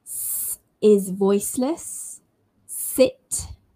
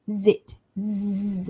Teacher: S is voiceless, sit. Z is voiced, as in zit, zzz. As you touch your throat, you'll feel the vibration when you say zzz.